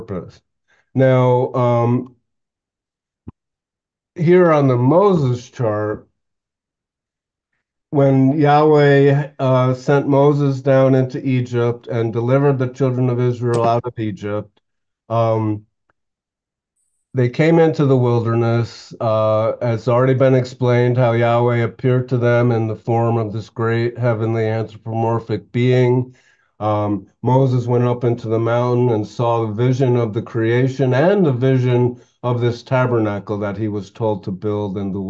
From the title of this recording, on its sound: 12-30-23 Oceanside Zoom Class